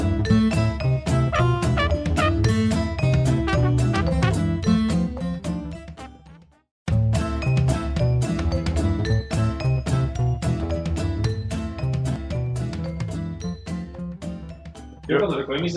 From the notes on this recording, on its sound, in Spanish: estamos perfeccionando nuestro estudio para tener un audio mas profesional el proximo capitulo